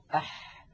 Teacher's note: الحاء أيضا يا إخوة من وسط الحلق، أح أح حا حو حي. لاحظوا البحة الموجودة في الحاء الفصيحة